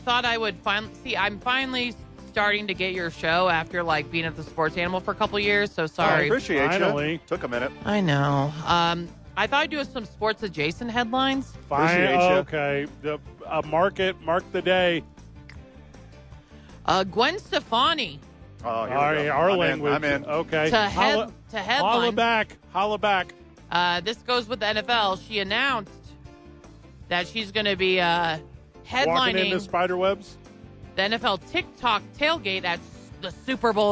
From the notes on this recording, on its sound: live from the Rio Rancho Event center